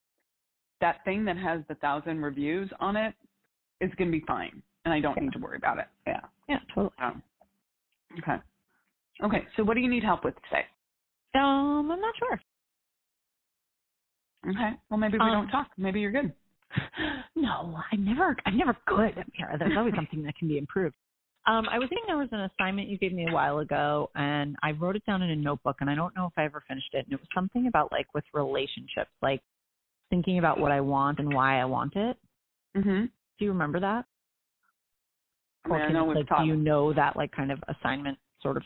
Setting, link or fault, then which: link, phone line